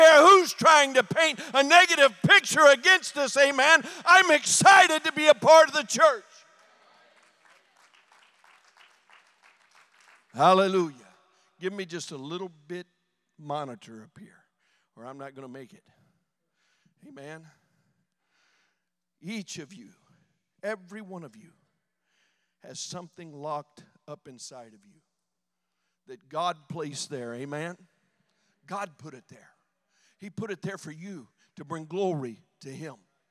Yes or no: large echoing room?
yes